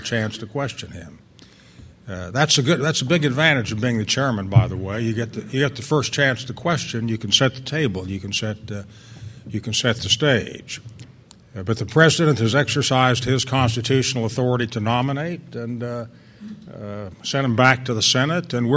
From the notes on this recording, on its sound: delivered an address at the 2006 Annual National Lawyers Convention